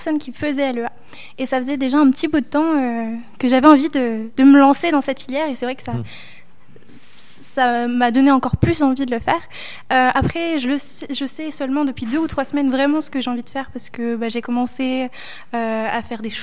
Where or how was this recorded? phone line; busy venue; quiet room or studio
busy venue